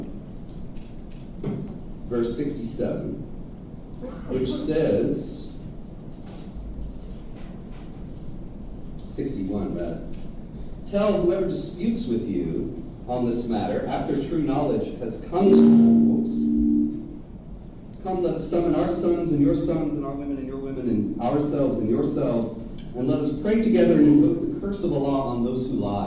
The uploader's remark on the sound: At Franciscan University. Speaks before a packed audience in the Gentile Gallery.